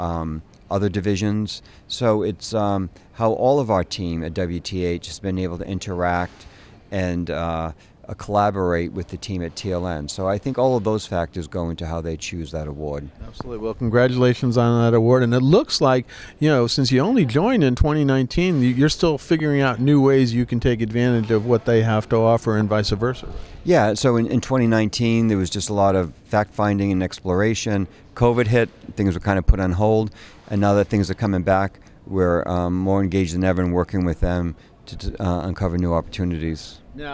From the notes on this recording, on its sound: at the recent EDGE conference